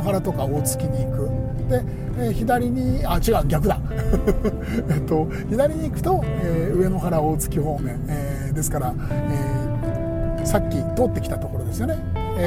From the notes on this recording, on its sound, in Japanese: ドライブ編。クルマに乗ってスタジオを飛び出したんです。深夜の山道をゆっくり走りながら夜の空気を浴びつつのおしゃべりです。富士山の麓あたり。